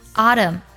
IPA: 'ɔːtəm